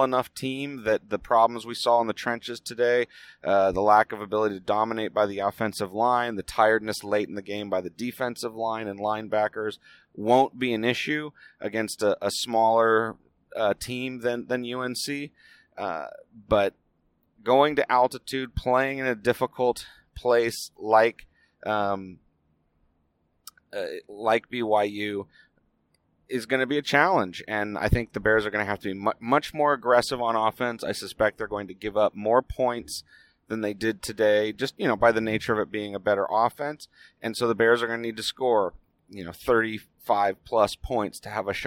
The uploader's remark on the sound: It was recorded on the drive home as always